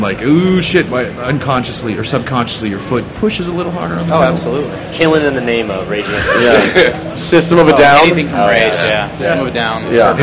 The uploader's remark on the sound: SEMA 2017. The jerks at Borla for purposely attempting to drown us out the entire week of recording with their egregious speaker setup. MAGNAFLOW for setting up stage space for ShoutEngine podcasts.